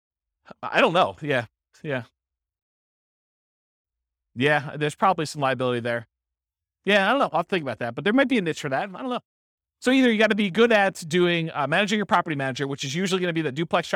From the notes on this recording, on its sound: This was a live class recorded